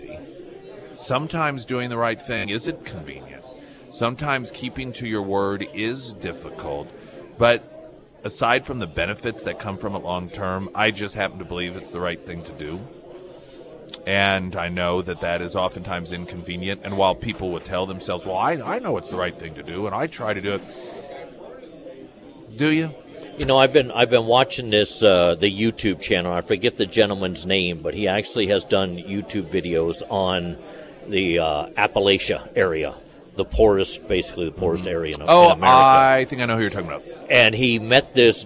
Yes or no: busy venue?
yes